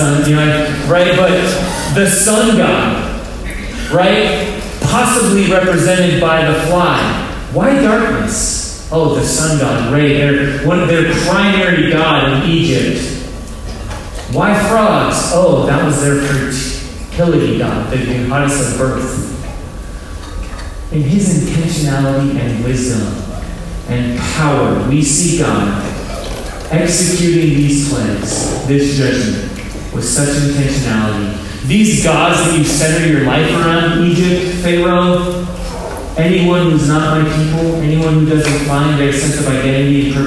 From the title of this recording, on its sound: low-quality audio